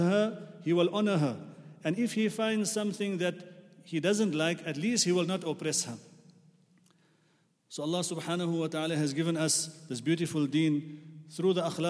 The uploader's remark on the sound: at the Houghton Masjid (West Street)